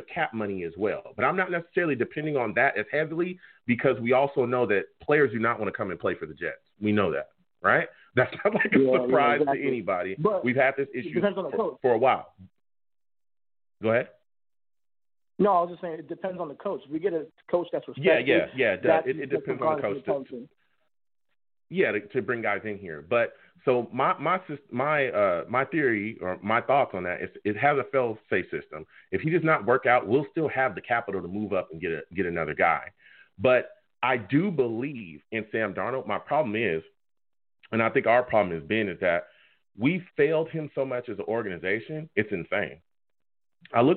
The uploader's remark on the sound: Tonight live at 7pm eastern. I will also take live callers!